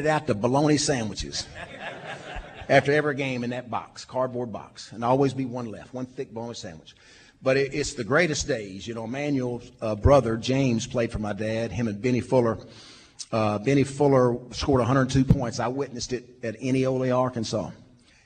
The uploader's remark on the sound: from the Little Rock TD Club